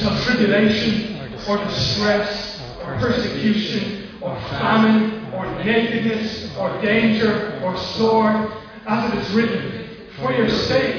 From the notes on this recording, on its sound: Recorded live at Liberty Church on 5th July 2020